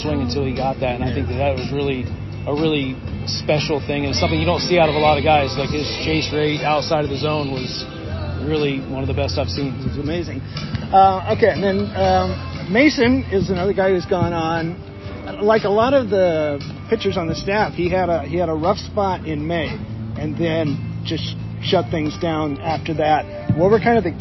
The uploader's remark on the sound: Pardon the noise — BP time in a stadium is a noisy environment!